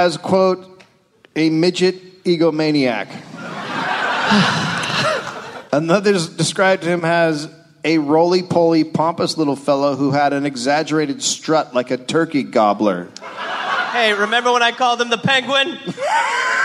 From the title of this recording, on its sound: live LA Podfest